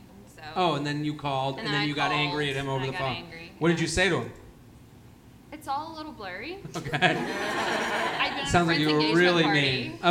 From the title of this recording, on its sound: LIVE From Zanies in Nashville